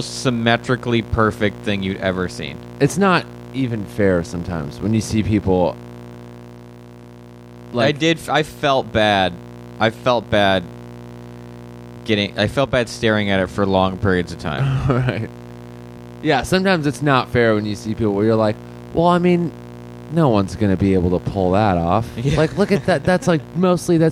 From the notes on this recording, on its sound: This episode contains minor background buzzing sounds due to an audio problem on our end.